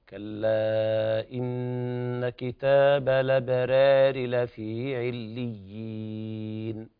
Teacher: لكن التقليل ليست في الكلمة كاملة، التقليل في الألف الأخيرة